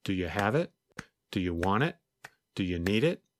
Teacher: when you read the list quickly, it had an even beat, almost like music.